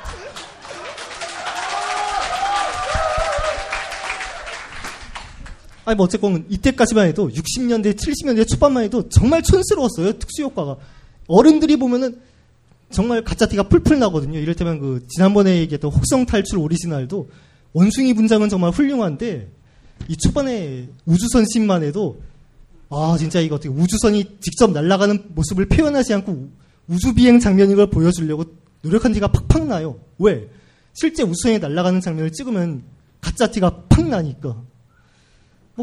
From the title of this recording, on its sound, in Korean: 영진공 1주년 기념 공개방송